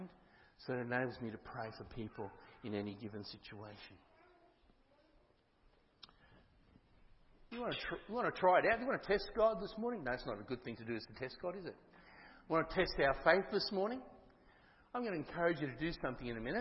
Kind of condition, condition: setting, large echoing room